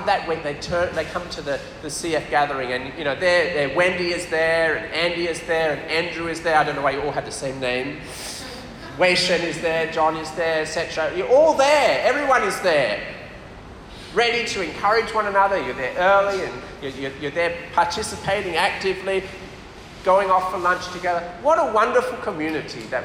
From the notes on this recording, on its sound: This talk was delivered for USM PKA CF Camp on 28th February 2023.